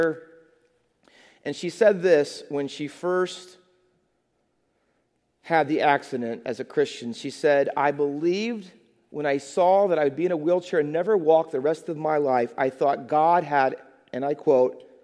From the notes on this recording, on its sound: Faith Baptist Church in Hamilton, NJ.